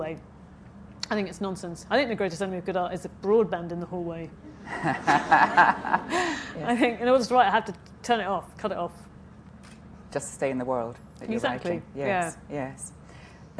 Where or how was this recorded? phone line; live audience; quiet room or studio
live audience